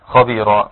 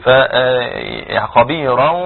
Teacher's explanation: مد عوض وهو ألف مد يمد بمقدار حركتين عوض عن التنوين بالفتح حين الوقت وإذا وصلت يسقط المد نعم يسقط المد نعم فخبيرا ولن يبقى